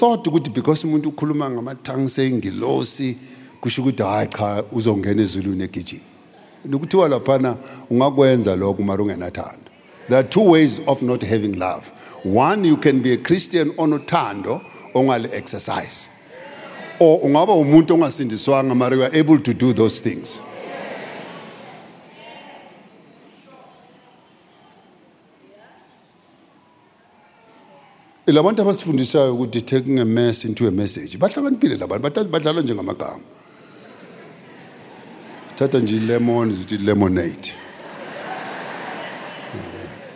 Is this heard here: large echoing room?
yes